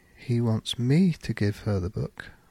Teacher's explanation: The emphasis on me.